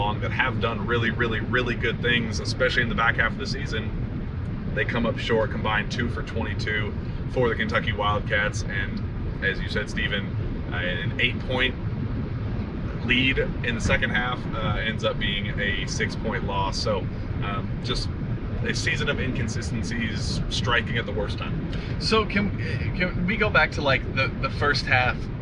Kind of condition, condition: setting, inside a vehicle